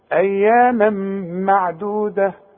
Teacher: إلا أياما إذا وقف، إنما حوصل بعدها ميم، التنوين اللي بعده ميم إدغام بغنة. اقفل شفايفك هنا، اسمع اياما مع شوف اياما معدودة اياما اياما خلاص قل الحرف المفخم اللي بيبقى مضموم بيساعدك على النطق بيبقى ما فيهوش مشاكل قوي.